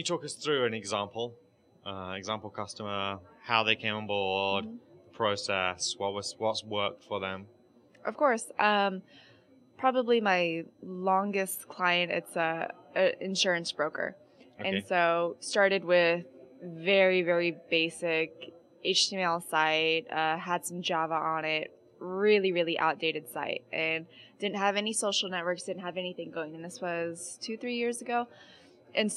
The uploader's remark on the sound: In this podcast recorded at Pubcon Las Vegas 2014